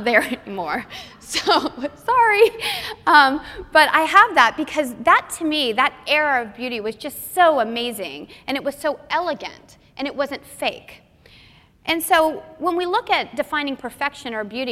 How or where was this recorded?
live audience